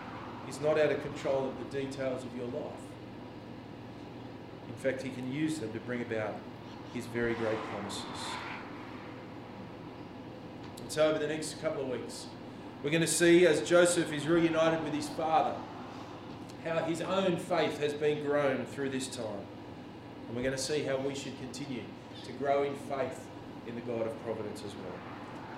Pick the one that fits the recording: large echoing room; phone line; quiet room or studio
large echoing room